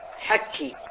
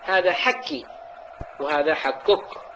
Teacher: من اللحون الشائعة في القاف نطقها كافا خالصة · Term: بالكاف الخالصة